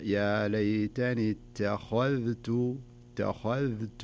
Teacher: انتبه ترقيق التاء والذال وتفخيم الخاء